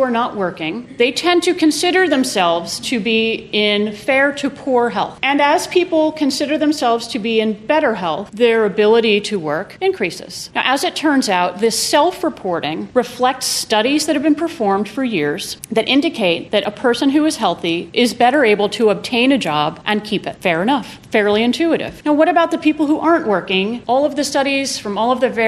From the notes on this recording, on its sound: These four episodes were recorded at the 2018 SEALS conference. Four of us got together as a panel to discuss Healthcare in the Era of the Trump Administration. This was a panel, not a typical studio recording.